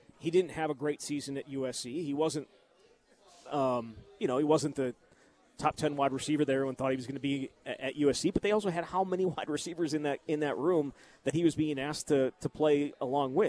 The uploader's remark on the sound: live from Monk's in Sun Prairie